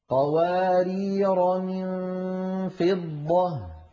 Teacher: هذه الألف على رواية حفص لا تنطق لا وقفا ولا وسطا